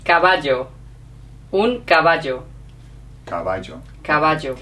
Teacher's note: Have you noticed how absolutely noticeable the double L is? It's a j, j sound, okay?